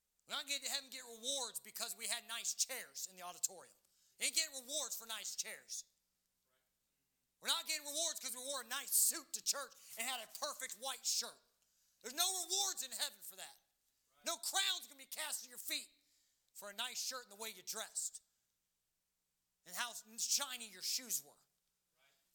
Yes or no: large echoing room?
yes